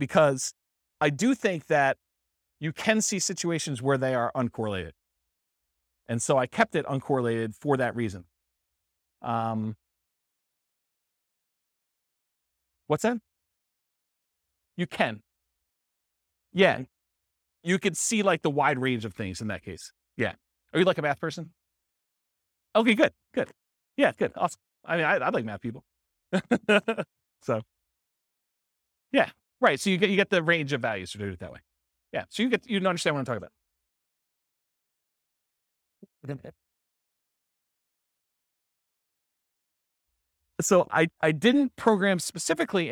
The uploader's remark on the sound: This was a live class recorded